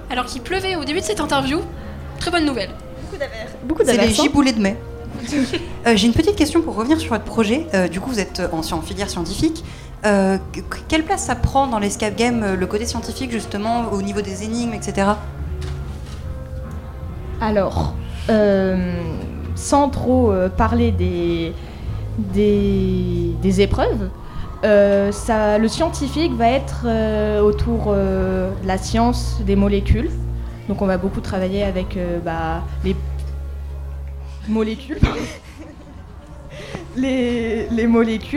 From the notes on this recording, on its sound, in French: Les 10 et 11 mai 2023, Delta Fm est allée au Nouveau Festival à Cenon (33). Delta Fm est allée au Nouveau Festival à Cenon (33) pour donner la parole aux lycéens porteurs de projets, venus présenter leur travail.